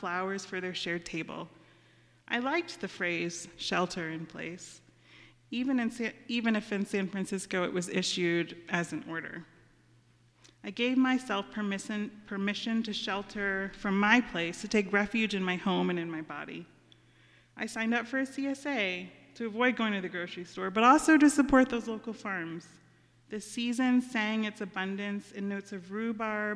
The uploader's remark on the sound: Our Friday audio residency from the stage of Story Parlor , in West Asheville.